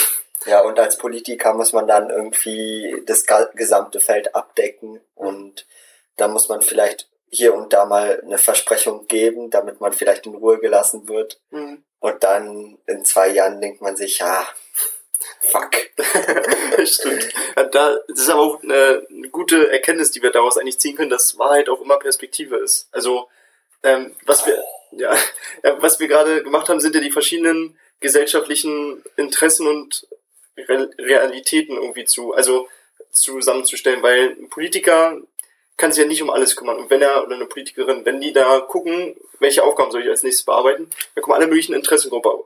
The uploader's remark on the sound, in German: Sorry für die Audioqualität in dieser Folge.